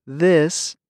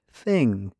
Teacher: When you say this, your voice box moves. When you say thing, air moves freely through your throat.